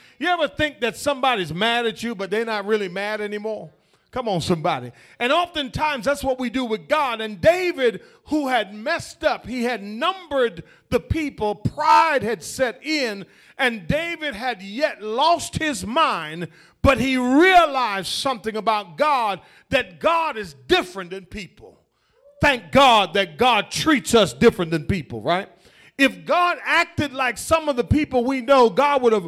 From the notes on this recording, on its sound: The Vision Church Houston 11am Sermon.